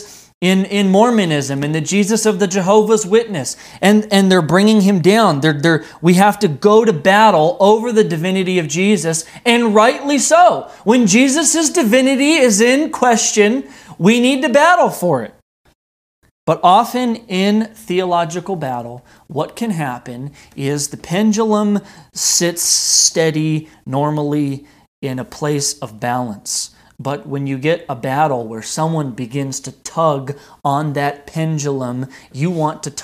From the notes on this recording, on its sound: This message wad delivered on November 1st, 2020 at Redeemer Community Church.